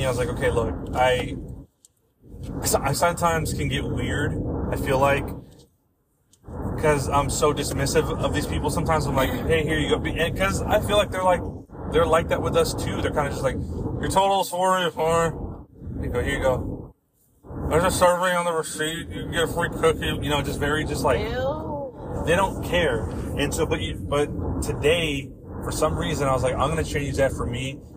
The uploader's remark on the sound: It’s a road trip podcast with my wife! The sound is meh but work with it cause it’s a good one!